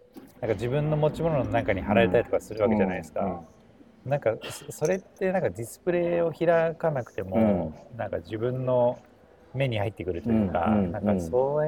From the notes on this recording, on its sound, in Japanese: TRUNK（LOUNGE）にて、ワイヤレスマイクのAnkerWork M650を使って雑談を収録してみました。